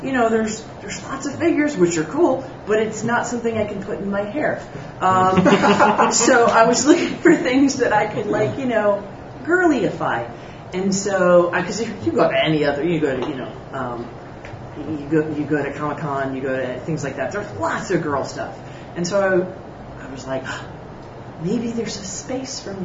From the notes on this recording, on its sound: Live from the Monster Attack Team launch party in San Diego California.